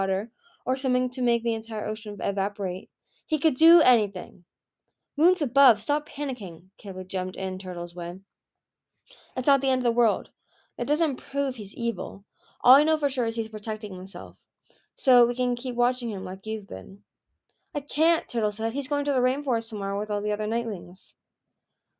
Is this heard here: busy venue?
no